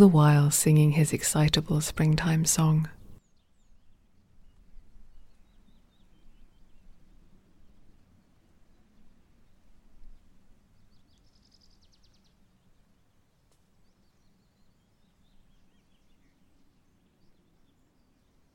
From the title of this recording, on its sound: a tree pipit singing exultantly in Wentwood Forest